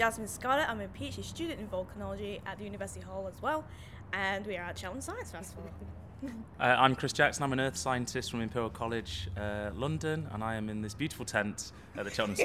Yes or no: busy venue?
yes